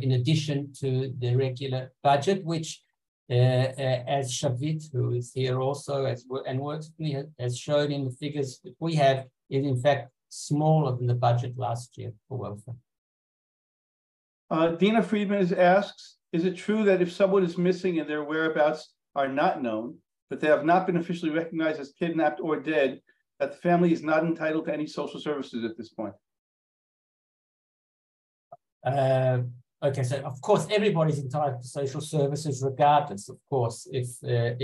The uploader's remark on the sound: in this recorded webinar